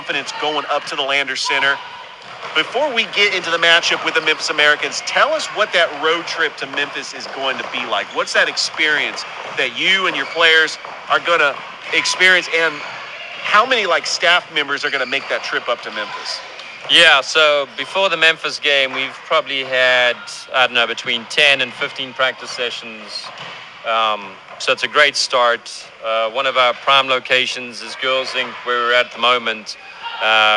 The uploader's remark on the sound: Live Show on location at Girls Inc in Columbus, GA